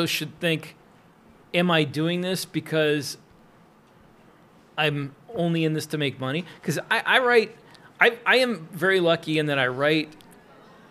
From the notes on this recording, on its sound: attended the 20Books Vegas 2023 conference where they took the opportunity to do a live interview